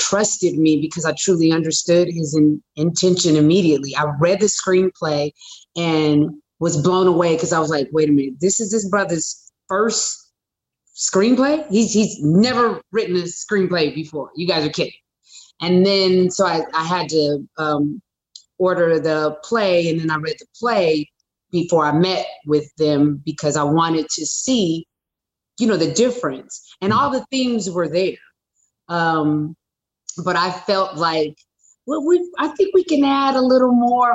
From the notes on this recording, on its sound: in a spoiler-filled virtual Q&A